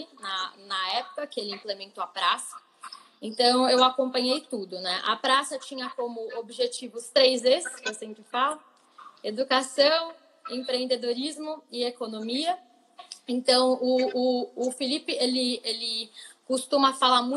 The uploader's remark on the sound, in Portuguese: Live no Instagram